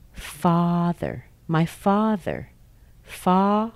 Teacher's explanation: It's a voice th sound plus a schwa plus an r. The sound is thr. · You've got to stick your tongue out to make that th sound, thr, and pull it in quickly to make the r, but still in an unstressed syllable.